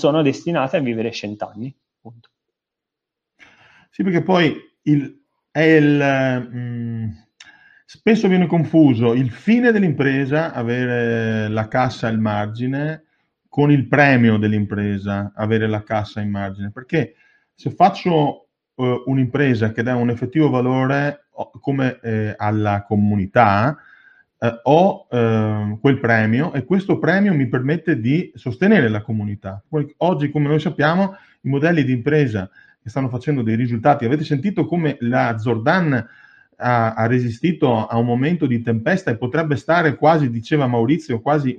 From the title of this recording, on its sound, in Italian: audio pillole webinar